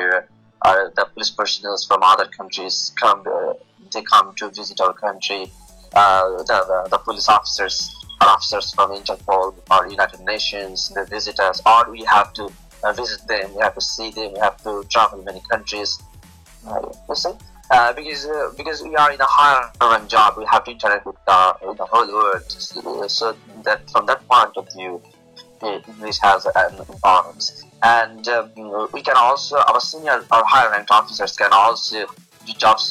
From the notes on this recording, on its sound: the skype voice quality is not so good in this case